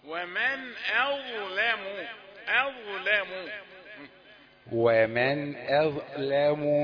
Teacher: أظلم لام رقيقة، هي موجودة بين الظاء، الظاء مفخمة، لا تقل أظلم ولا تقل لام بالتفخيم، لا تفخم الهمزة ولا المفخم حرف الظاء فقط.